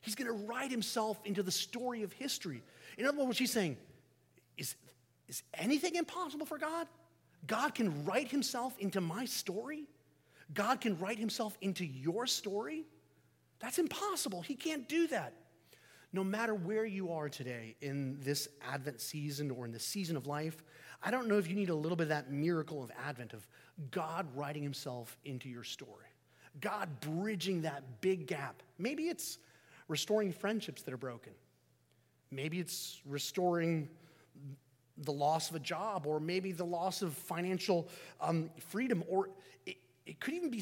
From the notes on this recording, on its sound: Sermon preached at 1030am, 24 DEC 2023 at St Peter the Fisherman, NSB.